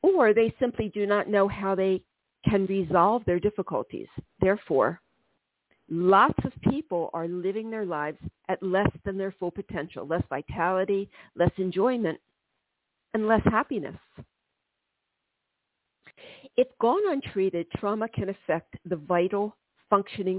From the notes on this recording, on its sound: This is a call in show.